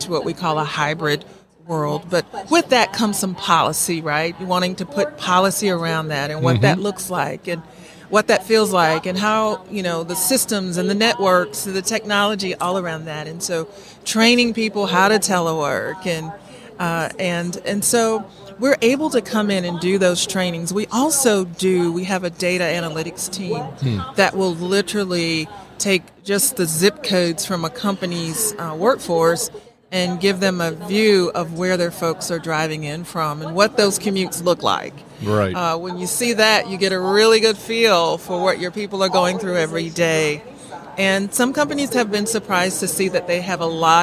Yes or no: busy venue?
yes